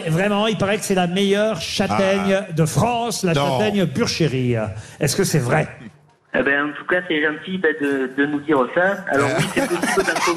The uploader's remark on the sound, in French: au téléphone des Grosses Têtes